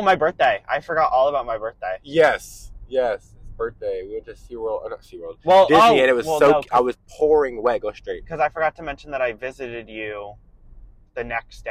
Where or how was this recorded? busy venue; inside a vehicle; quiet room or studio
inside a vehicle